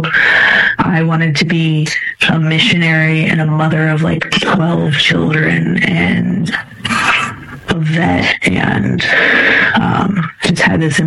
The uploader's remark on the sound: Despite some audio challenges.